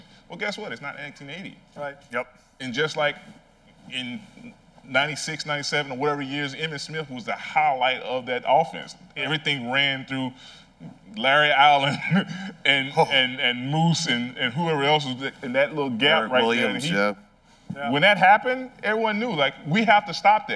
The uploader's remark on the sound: Bonus Episode: God Bless Football Live from NYC presented by Verizon. Broadcast live from Pier 17 in New York City for a bonus edition of God Bless Football.